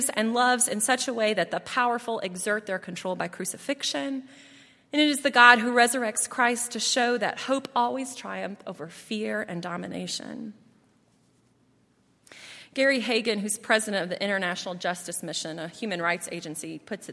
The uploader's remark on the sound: at Highland Baptist Church